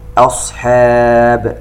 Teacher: إذن الهمزة مرققة، الصاد مفخمة، ومن ثم الحاء مرققة